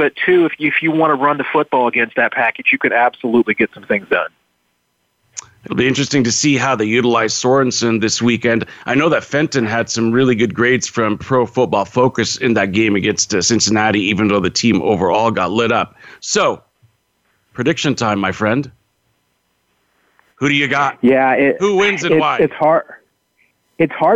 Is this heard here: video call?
no